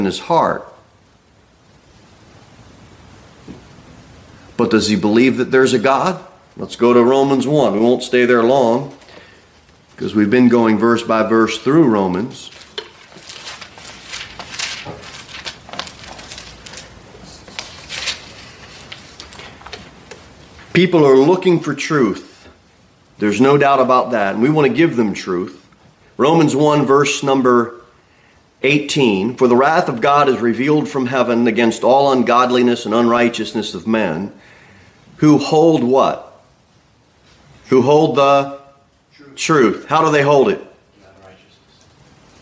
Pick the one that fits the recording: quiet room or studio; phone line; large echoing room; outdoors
large echoing room